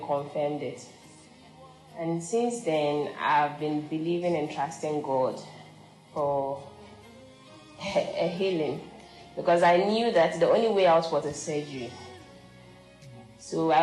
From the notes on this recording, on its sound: Preached at Loyalty House, Abbey, Dahwenya